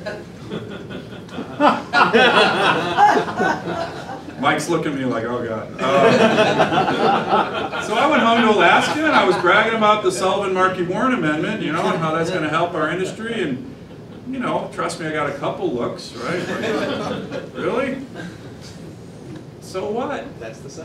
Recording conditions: live audience